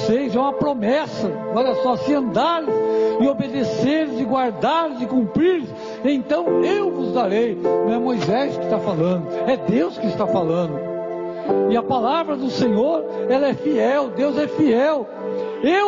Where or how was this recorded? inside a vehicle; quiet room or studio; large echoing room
large echoing room